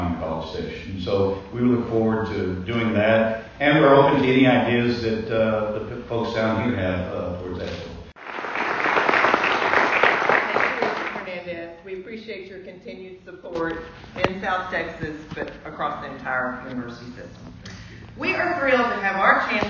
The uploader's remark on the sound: Highlights from the Texas A&M news conference in McAllen. The address of the Texas A&M University Higher Education Center at McAllen is 6200 Tres Lagos Blvd., McAllen. Here is an audio highlights package from the news conference.